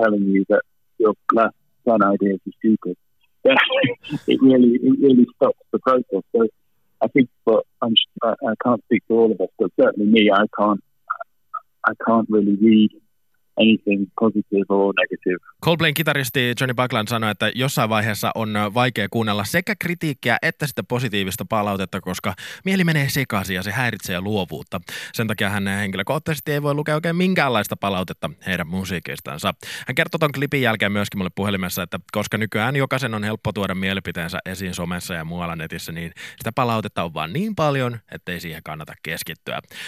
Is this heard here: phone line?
yes